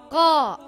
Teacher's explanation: It sounds a little like a crow sound. Qa, the sound does not make a K sound. It comes from the back of the mouth. · Term: Qaf